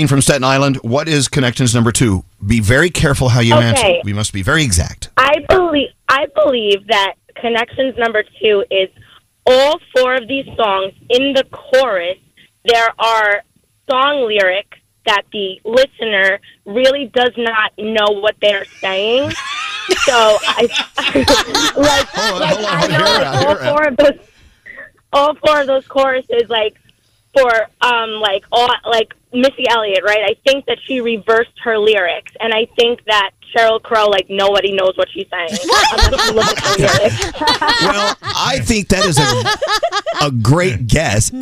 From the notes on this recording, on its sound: Two listeners call in to play a game of CONNECTIONS!